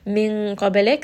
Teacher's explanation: Min qabalik, this is going to be ikhfa, and it is a heavy ikhfa because the letter qaf is heavy. Qabalik, ba here is going to have qalqala, it has a little bit of bounce.